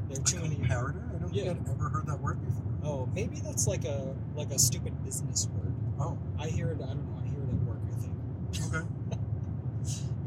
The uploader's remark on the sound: We're bringing you our Wimbledon preview from the car, driving down I-90 in Upstate New York.